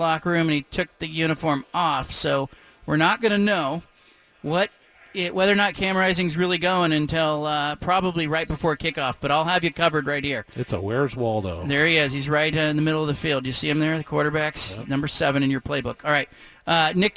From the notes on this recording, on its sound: broadcasts live from Reser Stadium